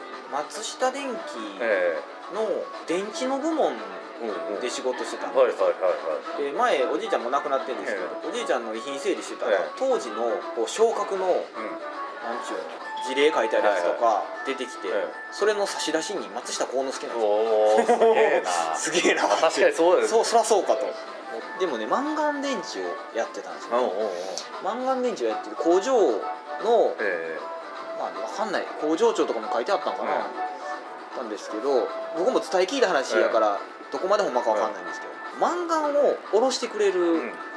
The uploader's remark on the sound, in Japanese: ビジネスサロンでの収録なので周りガヤガヤしています。